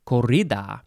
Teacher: You have to probably roll the R.